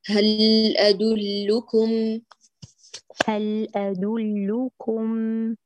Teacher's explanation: انتبه اللام الأولى من المشدد يعود إلى وضع السكون. هل أدلكم، هل أدلكم أدلو، أيوة أدلو، أدل أي أدل أدل، ليس دل، لا تضم الشفتان في اللام الأولى.